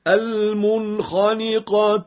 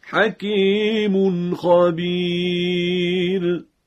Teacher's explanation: آخرین حرف حلقی حرف خا هست که نون در یک کلمه المنخنقة، به این ترتیب اظهار می شود